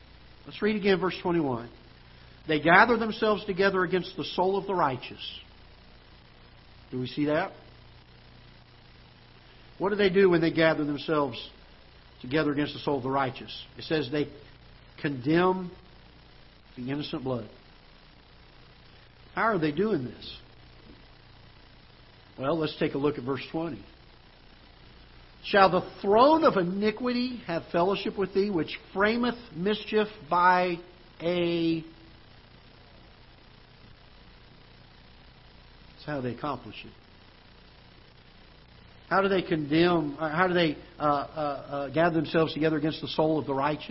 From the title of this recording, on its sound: Ketha Heights Baptist Church ~ Live Broadcast